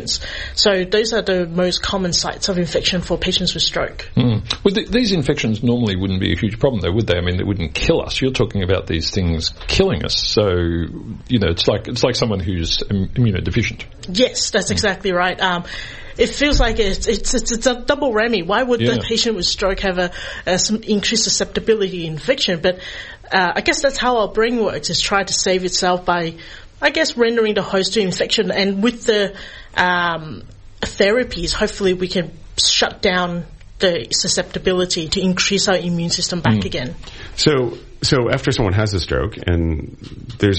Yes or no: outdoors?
no